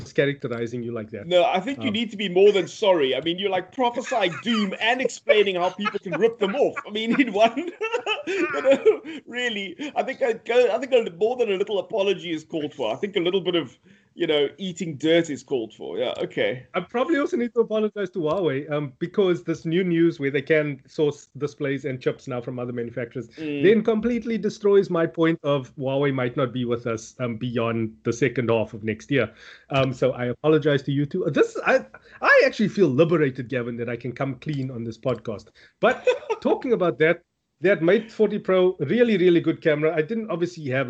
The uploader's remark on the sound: The sound quality is incredible thanks to the FiFine microphones we have on test. Recorded via Skype.